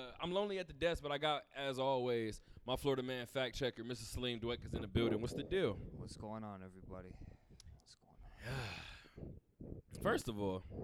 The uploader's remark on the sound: Talk that Talk Radio Show Live from Westgate.